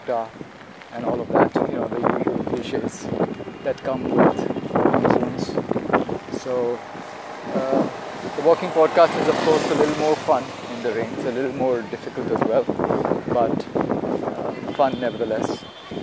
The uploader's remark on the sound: Walking at Mount Mary.